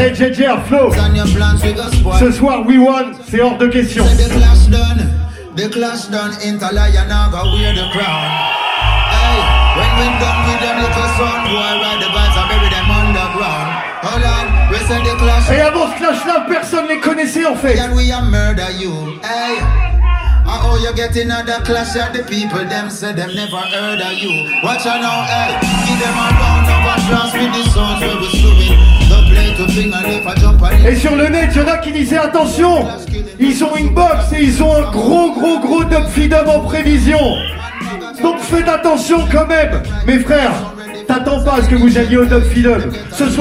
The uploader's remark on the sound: Tours City Soundclash #2. (With crowd vibes). You were perfect and we can definitly says that TOURS CITY have the best soundclash crowd in France !! High quality settings, from the venue to the sound system !!!